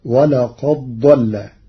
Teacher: قرأ ورش كلمتي ولقد ضل بإدغام الدال في الضاد فتصير ولقد ضل للتقارب.